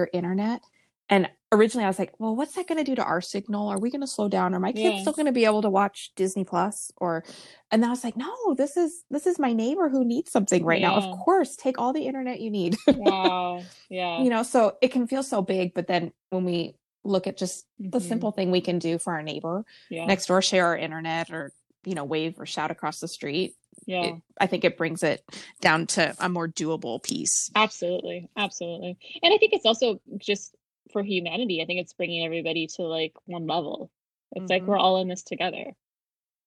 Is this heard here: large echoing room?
no